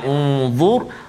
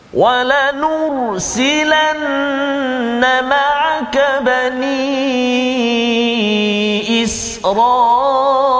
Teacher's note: nun baris depan maka kedua-dua contoh yang kita datangkan ini ialah huruf ra mati sebelum dia baris depan maka bacaan kita mesti kena tebal · Term: tafkhim